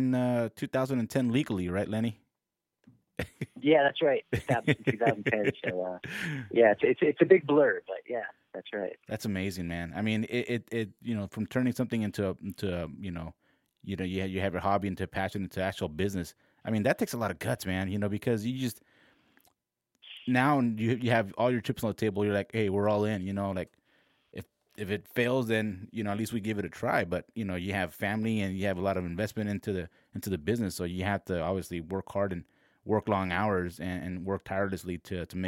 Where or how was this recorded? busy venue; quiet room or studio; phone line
phone line